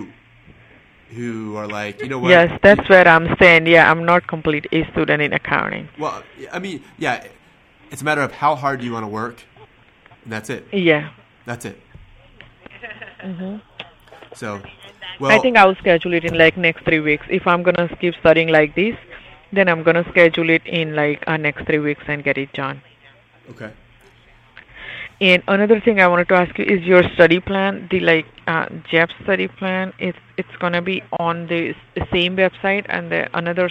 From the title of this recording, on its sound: Live Calls